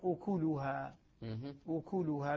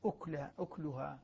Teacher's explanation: أكلها بضم الكاف ابن عامر والكوفيون